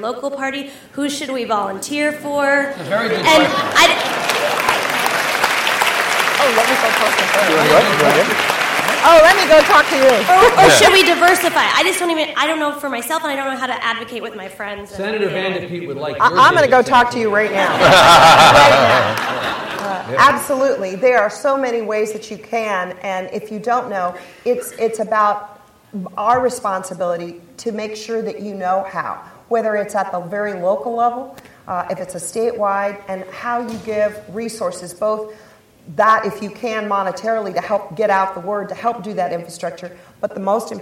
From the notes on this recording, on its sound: keynote session of The Texas Tribune Festival